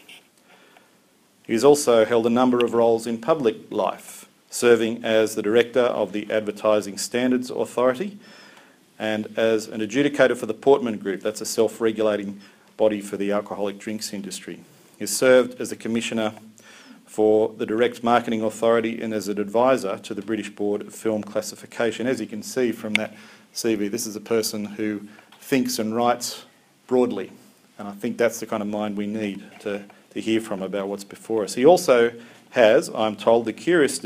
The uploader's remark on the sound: lecture, delivered at St Mark's National Theological Centre on 14 August 2017